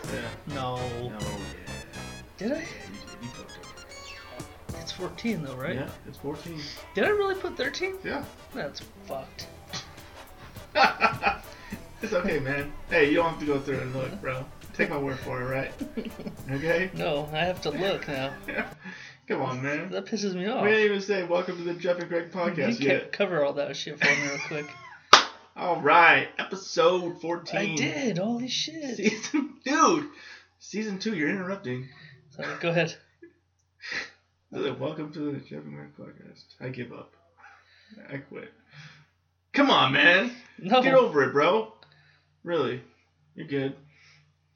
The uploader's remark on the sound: THE MIXER WAS NOT CONNECTED CORRECTLY TO THE LAPTOP SO WE RECORDED THE WHOLE SHOW THROUGH THE LAPTOP MIC. SORRY ABOUT THE SOUND ISSUES.